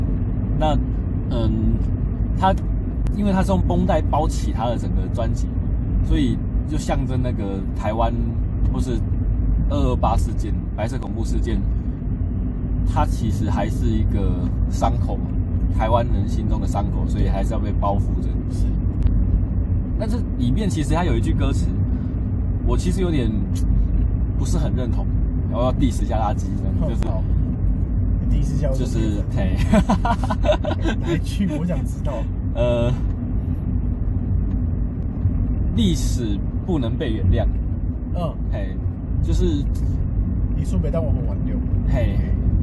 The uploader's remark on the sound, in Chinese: 錄音地點：AM車上